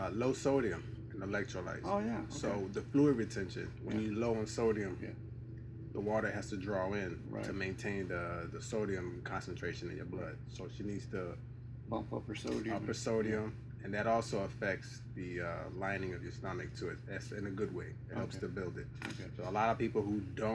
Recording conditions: poor sound quality